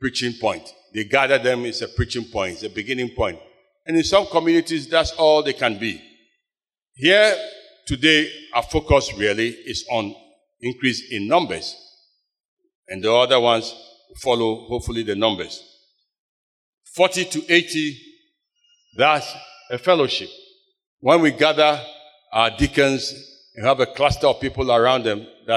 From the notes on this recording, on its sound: Sermon preached at CBC Shiashie Campus